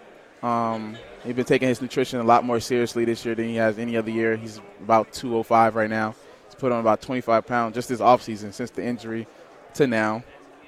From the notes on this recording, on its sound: live from Pac-12 Media Day